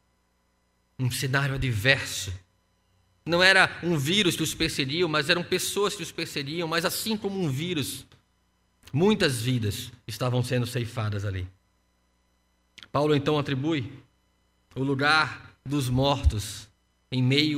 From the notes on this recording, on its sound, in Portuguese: No culto presencial e transmitido ao vivo no domingo (04/04/2021) às 15h.